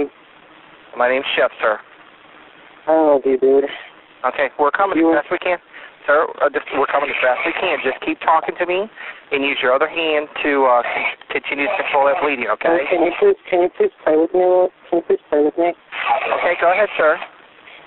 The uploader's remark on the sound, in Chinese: 兩通超乎你想像的報案電話，真實錄音帶你經歷最赤裸的恐懼。